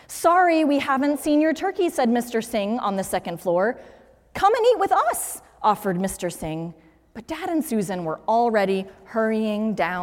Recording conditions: large echoing room